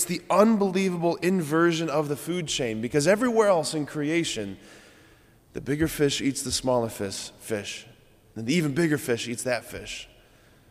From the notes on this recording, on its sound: preached this homily on March 16, 2023 at Sacred Heart of Jesus Catholic Church in Wadsworth, OH.